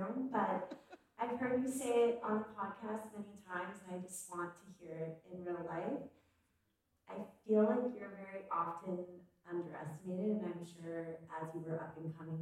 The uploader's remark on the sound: Business Panel from Dear Media IRL